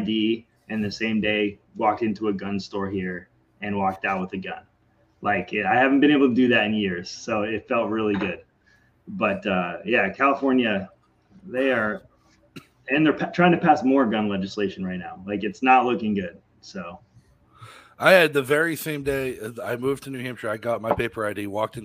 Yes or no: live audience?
no